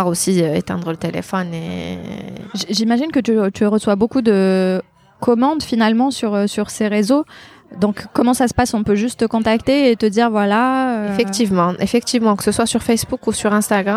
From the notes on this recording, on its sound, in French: Cet épisode a été enregistré à Paris. Dans un café qui malheureusement s'est très vite rempli, vous entendrez donc les bruits de fond du lieu.